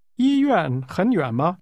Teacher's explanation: far has a falling, rising tone, and the second part of hospital has a falling tone.